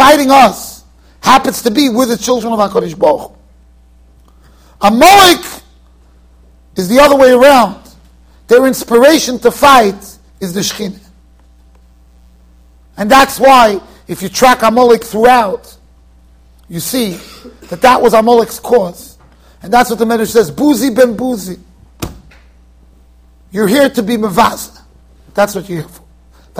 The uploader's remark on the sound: Shiur recorded in Yeshivas Ohr Reuven, Monsey NY.